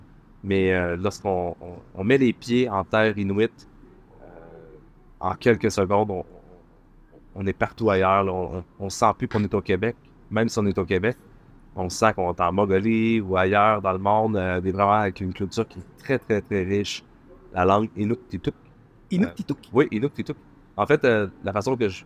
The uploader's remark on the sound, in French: En direct des Plaisirs d'hiver à Bruxelles. Une rencontre merveilleuse et riche de découvertes mais un peu bruyante au vu de la situation de l'enregistrement !